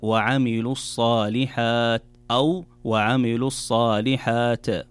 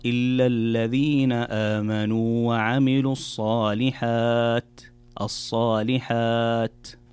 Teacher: الوقوف على حرف التاء يكون بهمس وليس بقلقلة أو بإطباق التاء · Shown in: second take